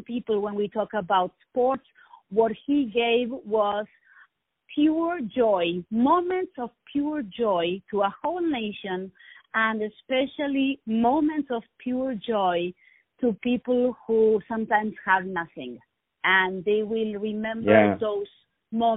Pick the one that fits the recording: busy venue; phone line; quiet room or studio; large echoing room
phone line